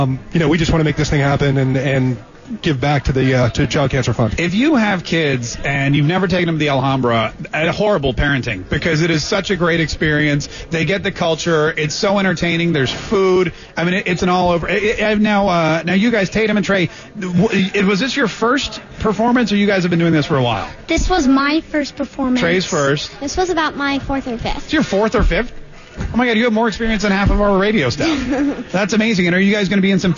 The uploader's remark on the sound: Live at the 4th Annual Care-A-Thon.